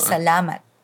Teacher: The emphasis is on the second syllable.